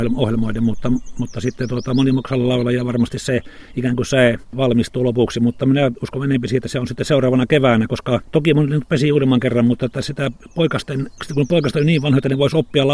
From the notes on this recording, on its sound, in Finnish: kävi Liminganlahdella jututtamassa